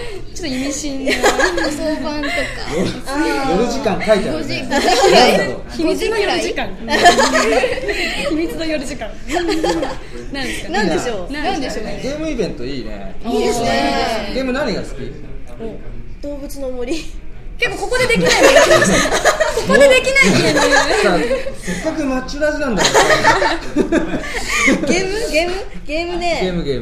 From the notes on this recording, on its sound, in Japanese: 公開収録しちゃいました。2014年一発目のまちゅらじは公開収録です！三人がご主人様達に見守られながらお話ししている様子をお楽しみください！